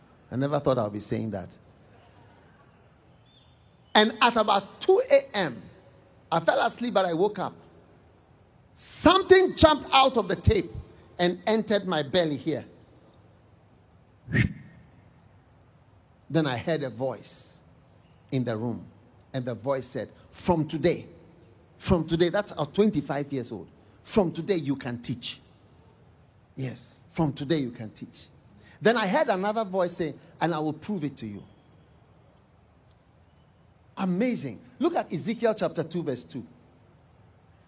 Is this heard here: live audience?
yes